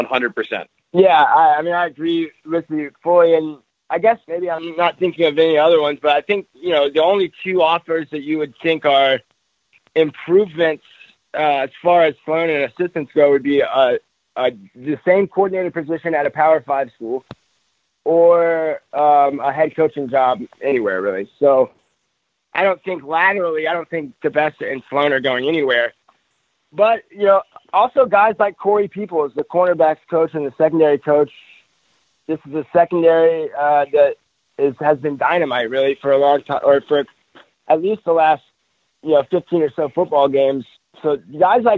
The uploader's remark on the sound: Joined over the phone by Sun Belt commissioner.